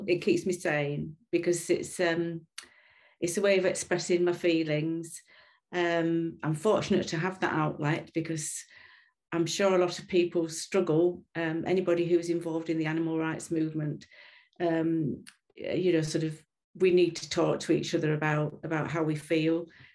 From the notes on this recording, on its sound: for a live online event